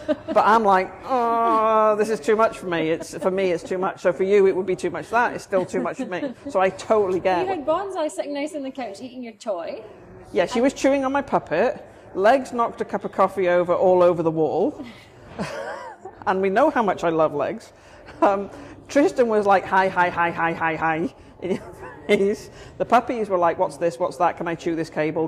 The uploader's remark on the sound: these episodes are recorded chats in Starbucks so may have more background noise than a usual podcast